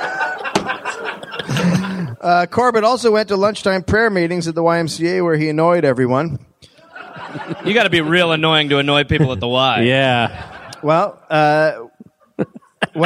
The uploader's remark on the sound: Live